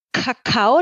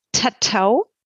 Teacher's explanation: das K wird hinten im Mundraum gebildet · Shown in: first take